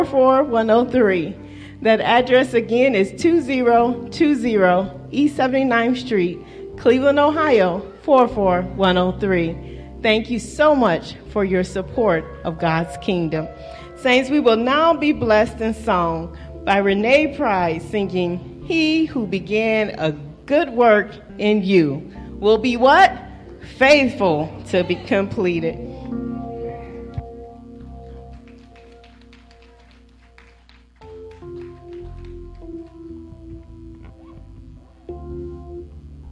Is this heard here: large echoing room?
yes